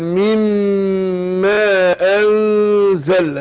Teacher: الميم الثانية مشددة هتاخد كل حركتين